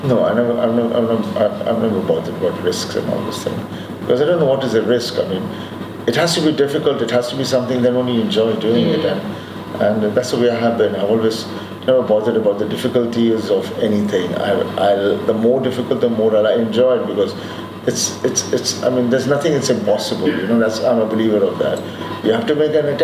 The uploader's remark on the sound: as he comes off stage at Mirchi Festival in Amsterdam